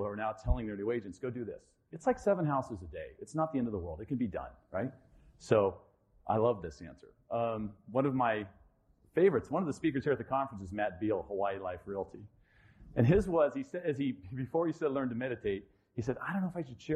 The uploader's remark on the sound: Live from the 2019 Florida Realtors Convention and Trade Expo. We were given permission by the Association to record the presentation and release as a podcast.